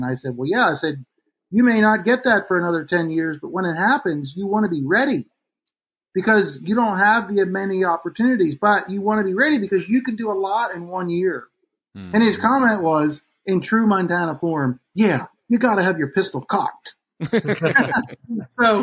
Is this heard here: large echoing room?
no